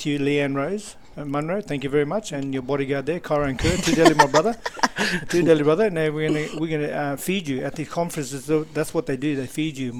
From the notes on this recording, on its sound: at the ICS Services – Employment Business Training Conference 18 – 20 September 2023